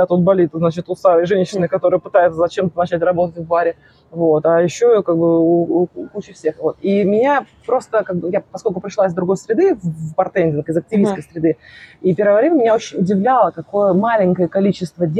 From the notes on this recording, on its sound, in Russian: Мы беседуем прямо из центра bar hub, можно половить шумов.